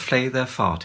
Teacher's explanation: the consonant P will be banned and must always be replaced with the softer sound F. Anyone speaking to other people in a public place will have to stop using the plosive sound.